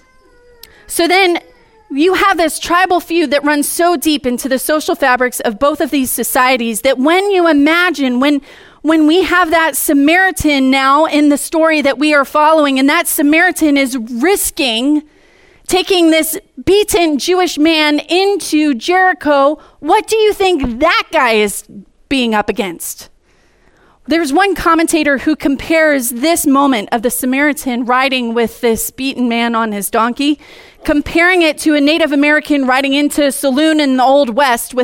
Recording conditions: large echoing room